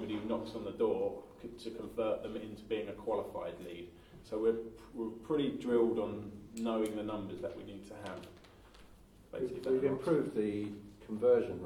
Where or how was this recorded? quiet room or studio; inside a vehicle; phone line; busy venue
busy venue